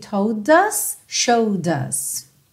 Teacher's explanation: Percebe que o D é tanto do told quanto do showed, junta no us com o próprio som do D